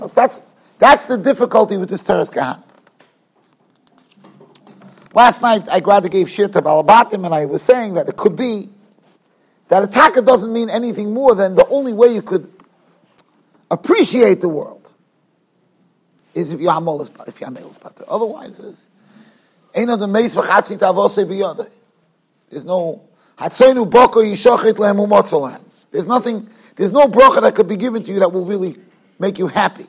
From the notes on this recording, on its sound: Shiur recorded in Yeshivas Ohr Reuven, Monsey NY.